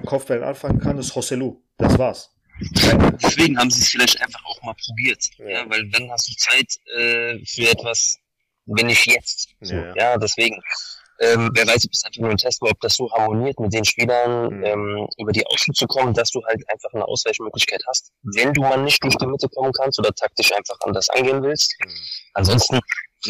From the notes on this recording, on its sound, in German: Vorab sorry für die leichte bescheidene Tonqualität.